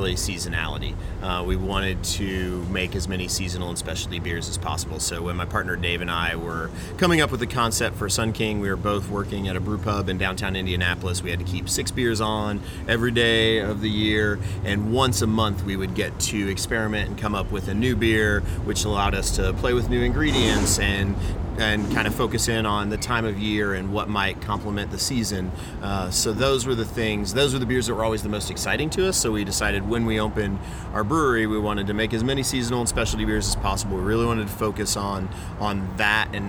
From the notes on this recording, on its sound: LIVE at Sun King Brewery in downtown Indianapolis!